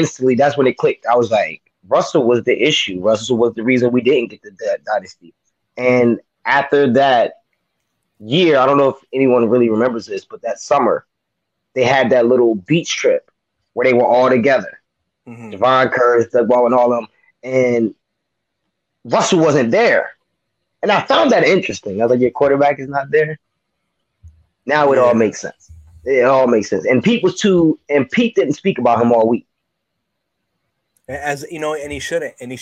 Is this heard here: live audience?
no